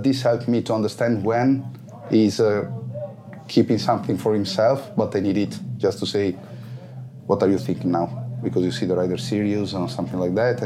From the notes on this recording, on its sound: Podcast, recorded at Sachsenring.